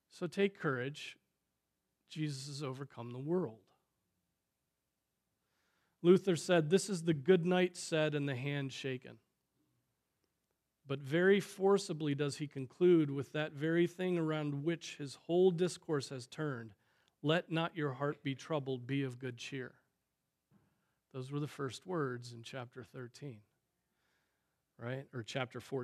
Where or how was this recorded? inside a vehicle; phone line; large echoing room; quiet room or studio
large echoing room